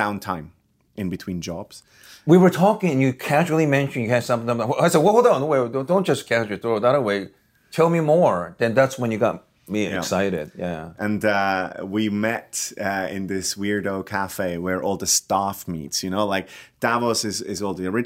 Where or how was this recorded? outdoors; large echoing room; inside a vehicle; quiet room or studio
quiet room or studio